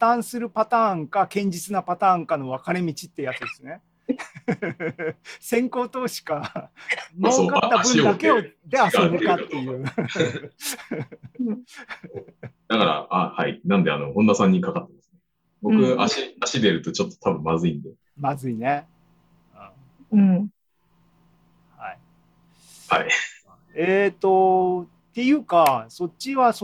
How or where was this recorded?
video call